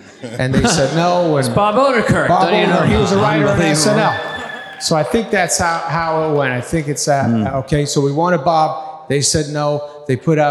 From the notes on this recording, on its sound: LIVE SHOW. Live from the Netflix is a Joke Fest at The Wiltern in Los Angeles.